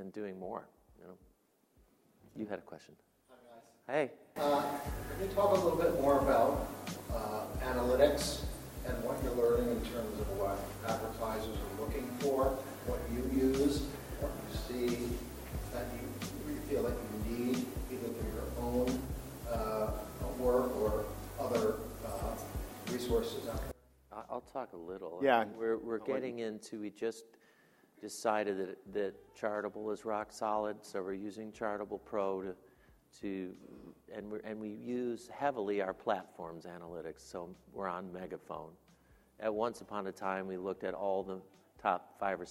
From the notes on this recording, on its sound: In this live discussion from Podcast Futures New York